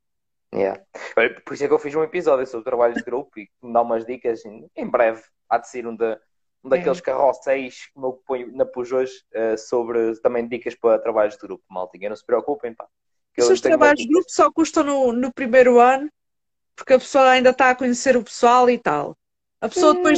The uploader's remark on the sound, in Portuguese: Conteúdo LIVE no Instagram